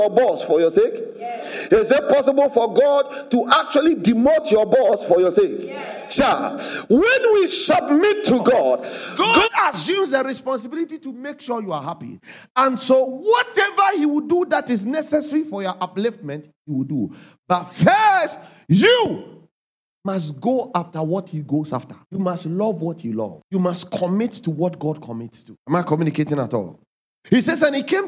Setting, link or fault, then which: setting, large echoing room